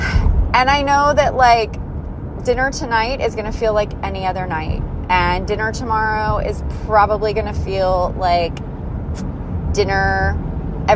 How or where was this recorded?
inside a vehicle